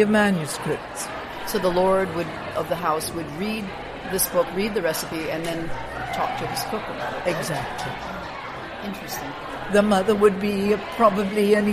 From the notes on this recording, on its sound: Live From the IACP. The recent International Association of Culinary Professionals Conference held in Washington, DC. Live on the scene.